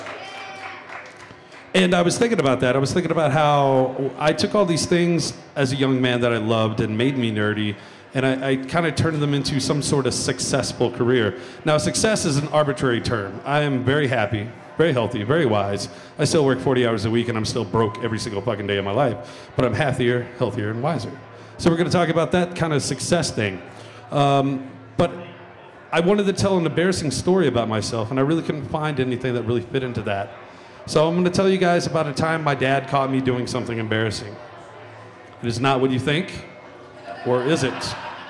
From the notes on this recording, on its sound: Recorded in front of a "studio" audience at Ratio Beerworks. Recorded in front of a "studio" audience at Ratio Beerworks in Denver!